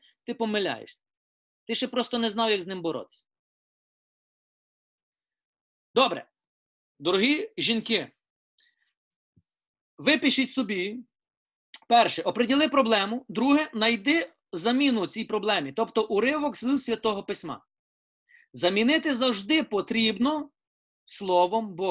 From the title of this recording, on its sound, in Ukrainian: Zoom зустріч